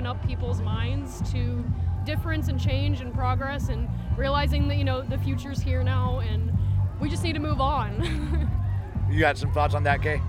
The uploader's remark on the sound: Pride In The Plaza is an annual event held in Concord California.The event is hosted by Rainbow Community Center of Contra Costa. Sounds from the annual event.